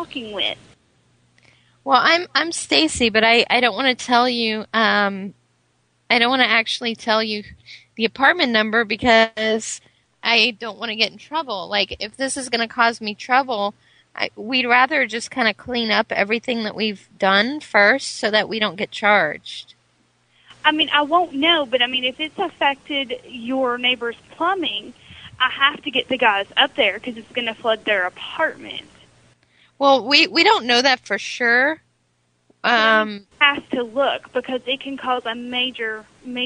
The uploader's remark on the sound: Prank Phone Calls